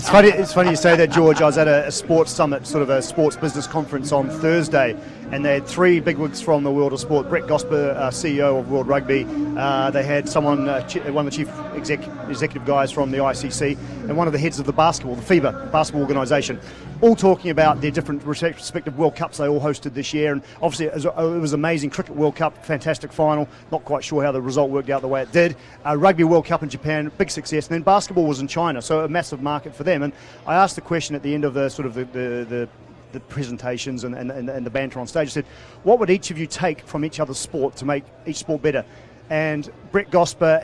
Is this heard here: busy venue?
yes